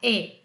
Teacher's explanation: ele é um é, não é muito aberto